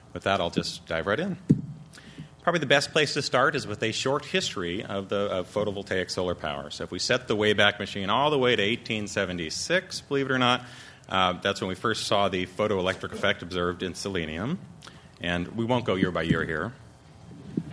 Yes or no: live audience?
yes